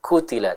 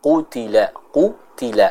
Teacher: huruf qafnya harus dibaca dengan tebal ya. Dalam artian pengucapannya harus dibedakan dengan huruf kaf. · Shown in: second take · Bukan qutila, kutila, tapi ku, kutila, kutila, seperti itu.